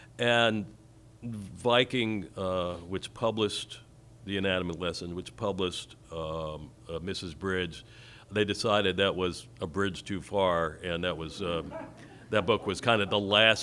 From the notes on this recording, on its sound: Live from the Unbound Book Festival in Columbia, Missouri. They take questions from the live audience at Unbound.